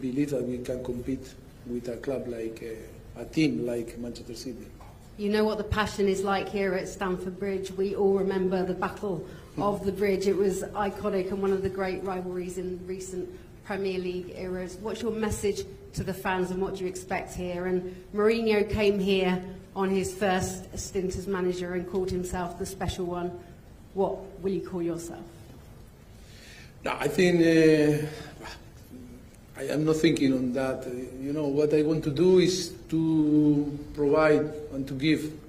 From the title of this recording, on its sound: Press Conference